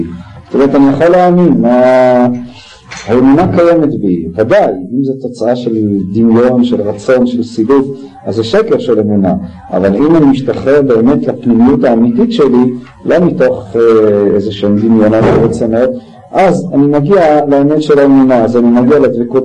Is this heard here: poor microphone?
no